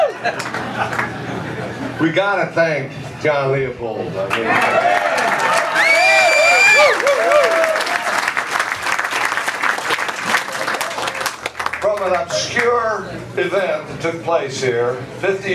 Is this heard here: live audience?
yes